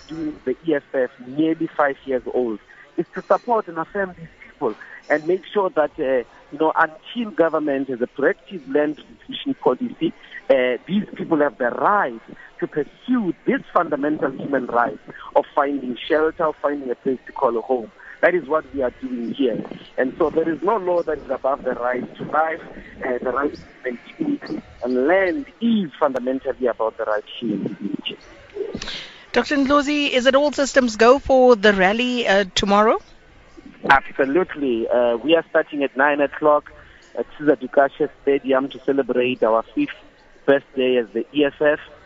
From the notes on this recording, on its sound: He was speaking outside the Bloemfontein Magistrate's Court.